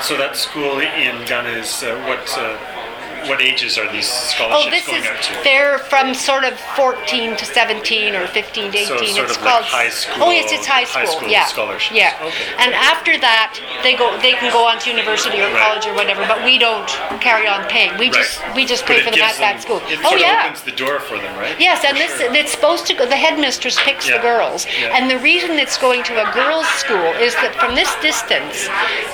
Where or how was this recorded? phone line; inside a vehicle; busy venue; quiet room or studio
busy venue